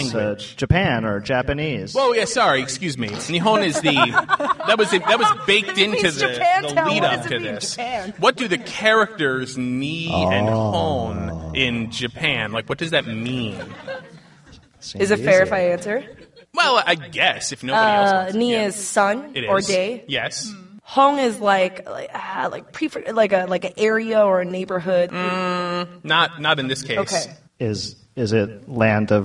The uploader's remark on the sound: We held our first ever live event and it was awesome! We're releasing half of our live show as this week's episode.